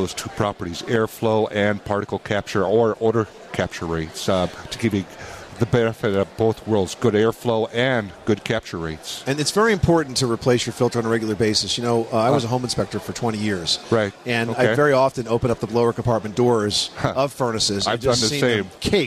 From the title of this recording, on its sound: Live from the 2012 National Hardware Show